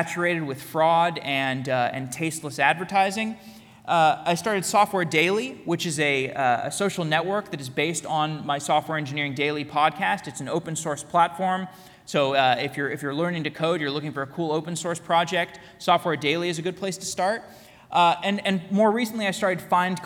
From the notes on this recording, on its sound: A keynote I gave at Full Stack Tech Radar Day in Tel Aviv. Keynote at Tikal Full Stack Tech Radar Day.